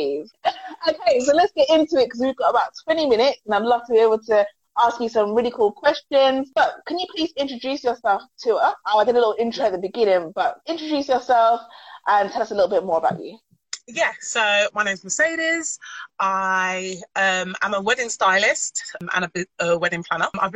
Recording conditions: video call